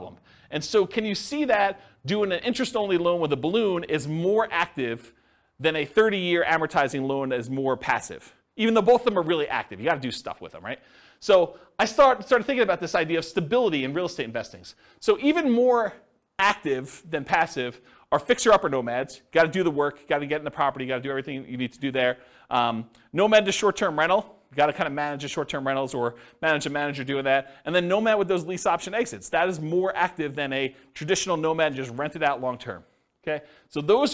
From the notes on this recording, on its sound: This was a live class recorded